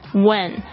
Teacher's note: When 就是跟我们上一集有教过这个 what time 其实是同样的意思，只是一个是两个字，一个是一个字哦。When 也有人会念成 when，但是呢比较少。When 可以直接把 h 这个声音省略掉